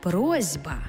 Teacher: Глухий звук «с» стоїть поруч із дзвінким звуком «б», а глухий плюс дзвінкий шукає собі дзвінку пару. Тобто глухий «с» знайшов собі дзвінкий «з», і в транскрипції з'явилася «просьба».